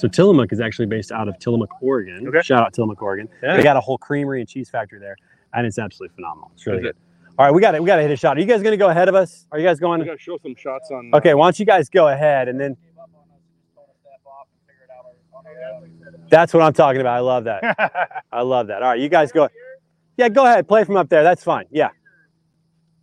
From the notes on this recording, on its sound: Standing Out LIVE from the Golf Course.